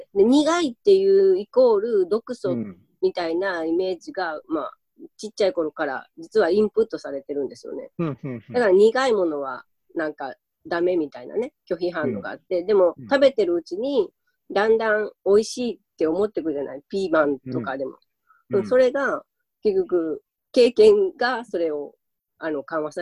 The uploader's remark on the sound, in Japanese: ミーティングZOOM会議